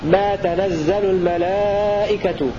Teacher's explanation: بفتح التاء والنون والزاي مشددة مبنيا للفاعل